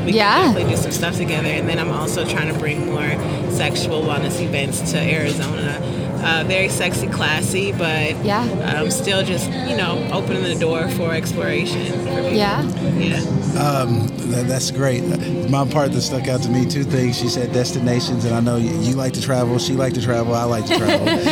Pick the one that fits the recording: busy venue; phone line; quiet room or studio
busy venue